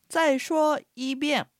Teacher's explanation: 四声、一声、二声、四声の組み合わせになります